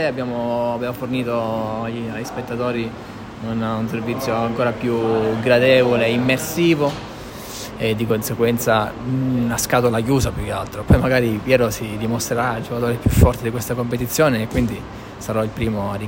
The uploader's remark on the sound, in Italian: con le registrazioni in presa diretta dal campo